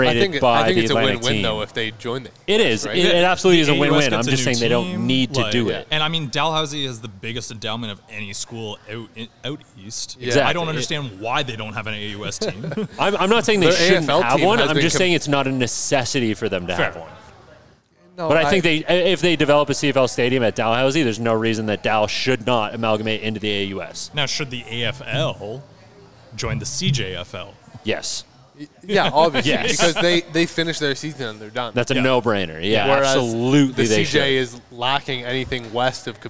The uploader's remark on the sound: a Bonus episode from our live session at Daft Brewing